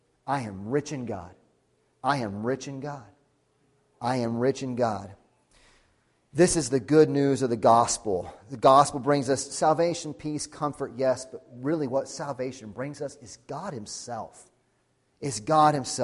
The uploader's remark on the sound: Sunday Morning Sermon Audio